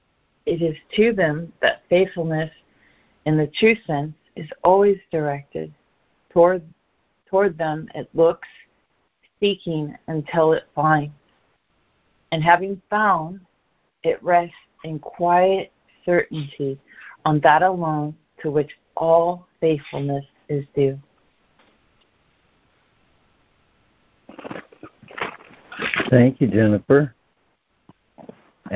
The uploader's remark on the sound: ACIM Daily Conference Call.